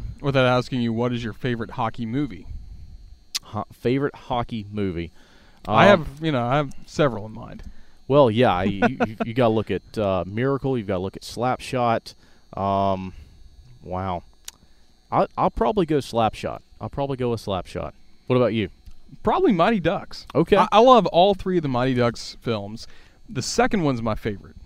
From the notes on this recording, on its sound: recorded at Coleman Coliseum in mid-March